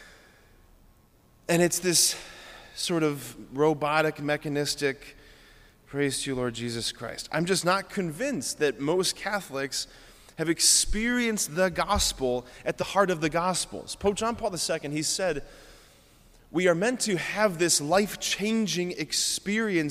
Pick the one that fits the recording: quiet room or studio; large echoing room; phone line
large echoing room